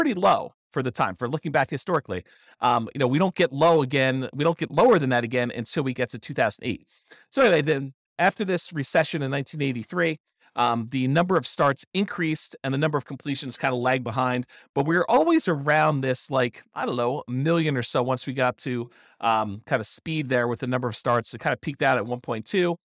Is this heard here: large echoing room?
no